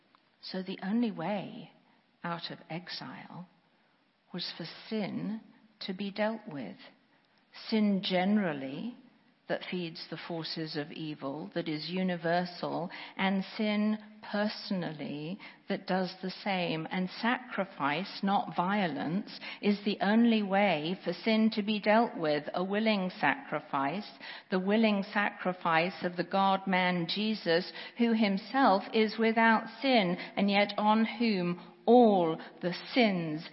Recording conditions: large echoing room